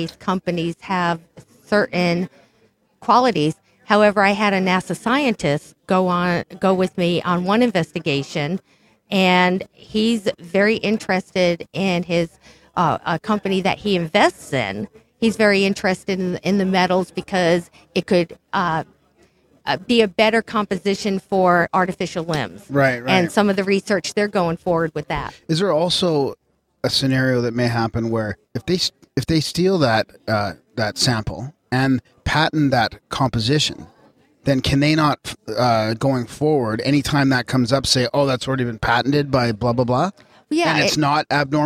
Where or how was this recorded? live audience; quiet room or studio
live audience